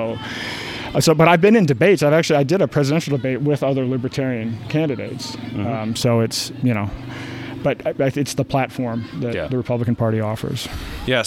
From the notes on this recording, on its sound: Sat down at the Free State Live Hub this Porcfest. Newhampshire.